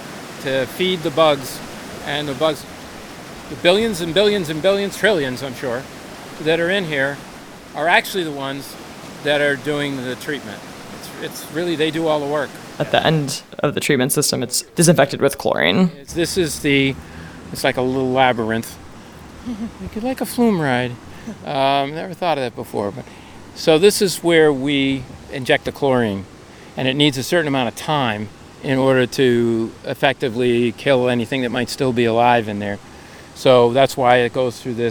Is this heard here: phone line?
no